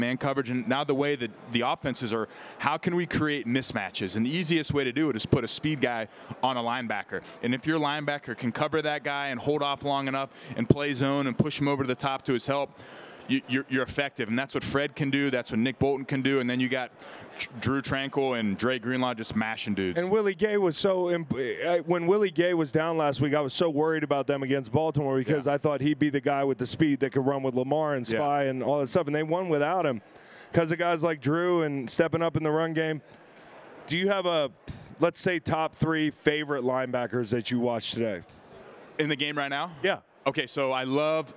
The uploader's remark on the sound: Day 2 at SB LVIII Radio Row. Throughout the show, you'll also hear plenty of shoutouts to guys that rolled by us on radio row.